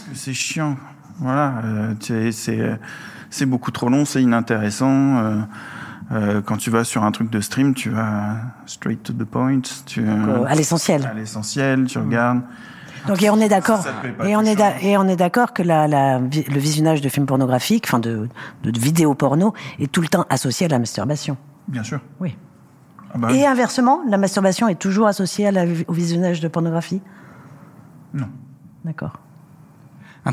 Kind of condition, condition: setting, busy venue